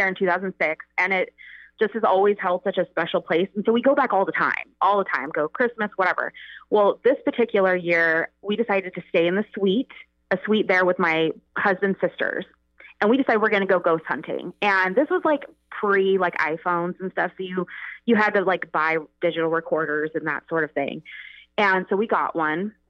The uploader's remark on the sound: Listener Phone Call Extravaganza!